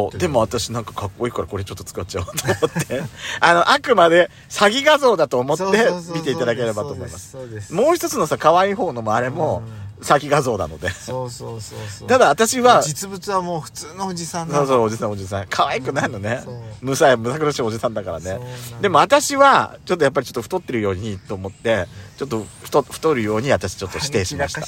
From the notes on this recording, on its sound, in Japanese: パーキング収録